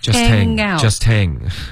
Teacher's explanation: Just 跟 hang 要连读